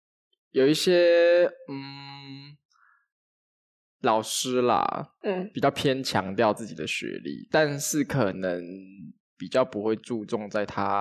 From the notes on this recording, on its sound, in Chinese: 前幾集音質壓縮較嚴重，這集比較誇張一點點點點